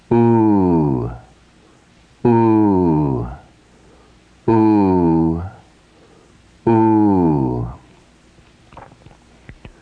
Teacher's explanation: Lengthening the sound, giving it two matras.